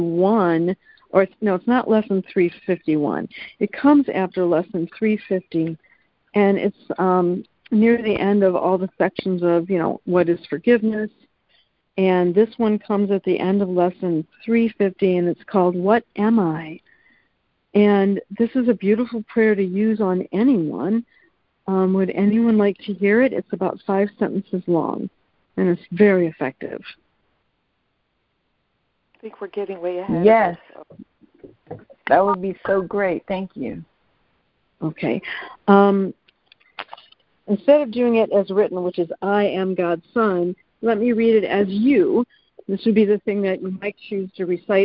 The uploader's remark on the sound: ACIM Daily Conference Call.